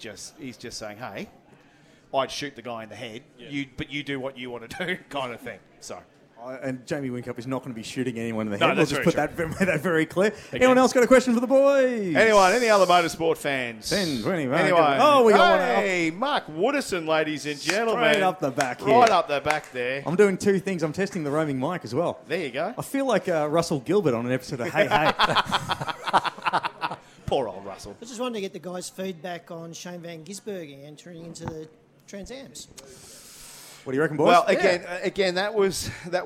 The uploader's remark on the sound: We are live from Bells Hotel in the heart of South Melbourne a stones throw away from the AGP circuit.